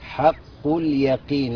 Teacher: هنا حق الحاء مرققة والقاف مفخمة، حق اليقين، لكن القاف المكسورة بتاعت اليقين ديت دي آخر درجة في التفخيم اللي هي التفخيم نسبي.